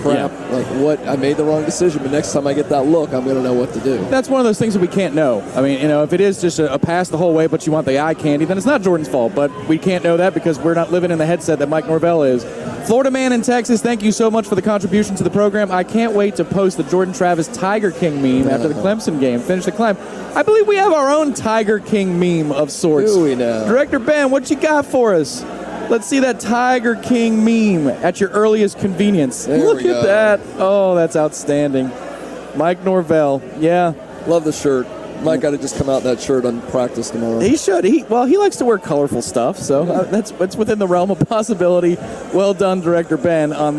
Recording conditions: busy venue